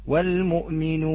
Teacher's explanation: علينا أن نخلص هذه الألف من الخيشوم، لا تخرج هذه الألف من الخيشوم، حتى من أخرجها من الخيشوم من العلماء من قال أنه لحن جلي.